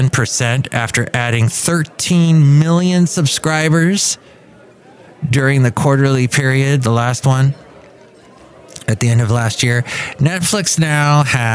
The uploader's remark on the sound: He podcasts live from Café Anyway.